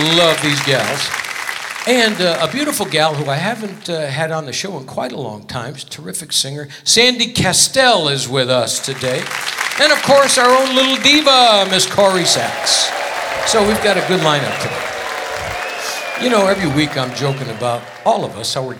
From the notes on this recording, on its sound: Live at the SouthPoint Casino